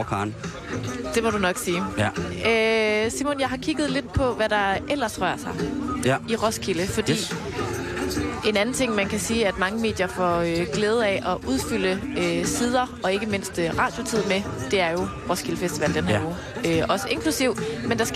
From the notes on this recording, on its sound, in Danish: sender direkte fra "Camp Mordor" - én af mange, fantasifulde lejre på Roskilde Festivals campingareal.